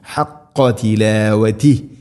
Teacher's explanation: قاف കൃത്യമായിട്ട് ഉച്ചരിക്കണം തൊണ്ടയുടെ മുകൾ ഭാഗത്തിന്റെ തൊട്ടുമേലെ.